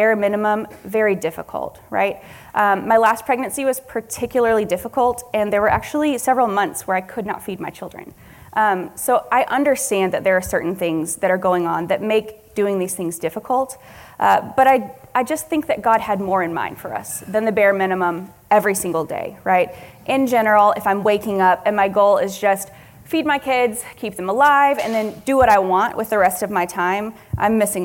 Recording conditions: live audience